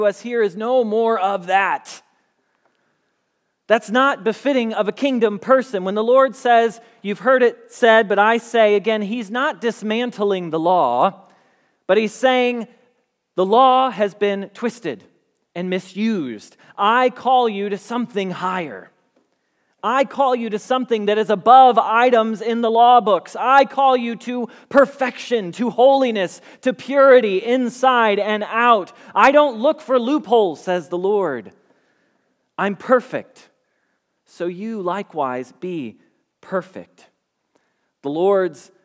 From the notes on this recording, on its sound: Message Preached at Valley Creek Church